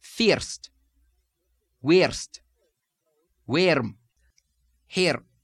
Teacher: sometimes this pronunciation changes in Scottish, and you have not first, but thirst, thirst, with an, almost an ear sound